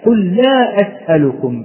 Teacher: لو نظرنا على لام كلمة لا لوجدناها ماذا؟ لوجدناها مشددة، والإدغام كما علمنا إدخال حرف ساكن في حرف متحرك بحيث يصبح لدينا حرفا واحدا مشددا يرتفع اللسان له ارتفاعة واحدة. · Term: إدغامها